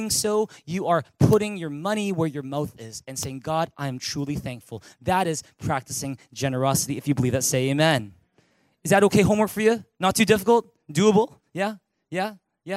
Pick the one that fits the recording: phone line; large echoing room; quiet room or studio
large echoing room